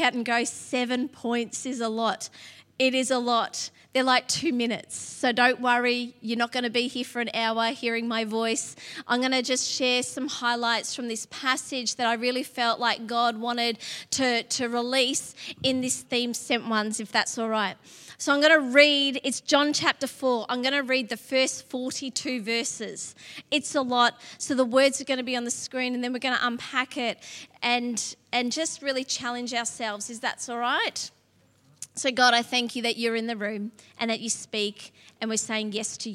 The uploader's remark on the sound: LIVE at Echo Church